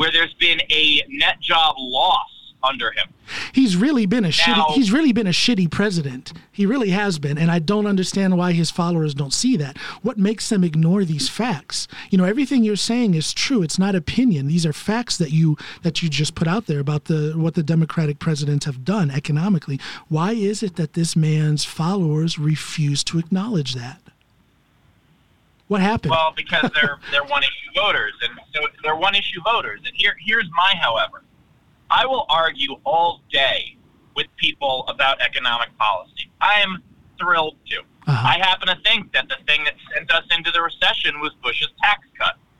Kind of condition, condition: setting, inside a vehicle